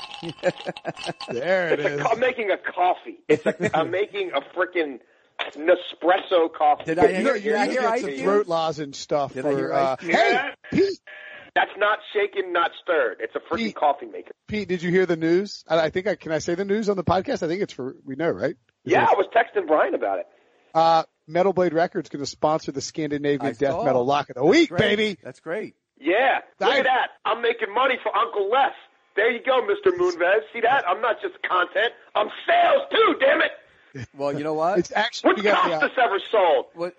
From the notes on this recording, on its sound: joins on the phone